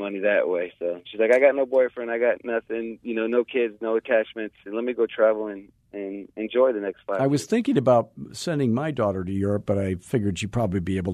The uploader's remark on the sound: Live Coaching Call